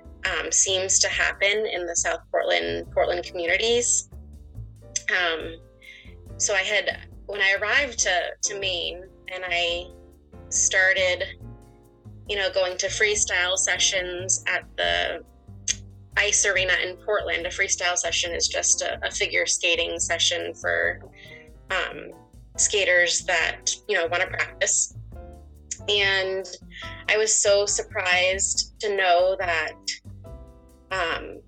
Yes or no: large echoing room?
no